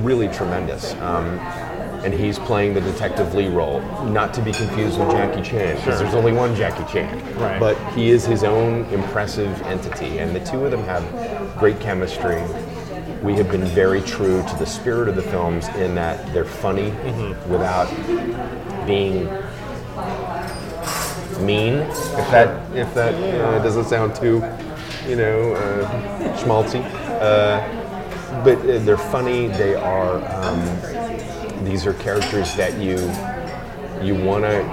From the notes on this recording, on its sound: This episode was recorded live at The Nook restaurant in Encino and there may be ambient